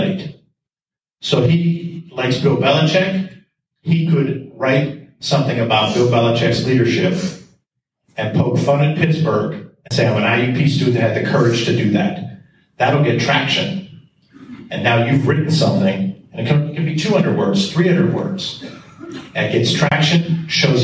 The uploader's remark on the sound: Today’s show features an excerpt live from a presentation at his alma mater. Hosted at the Kovalchik Convention Center, the event was attended by hundreds of IUP juniors and seniors.